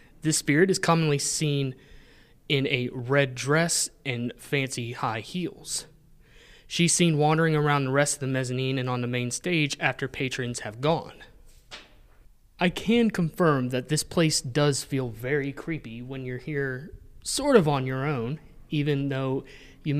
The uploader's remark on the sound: records live from the Keith Albee Theatre